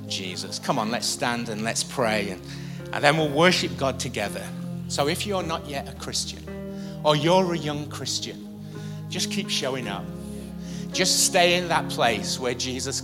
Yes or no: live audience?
yes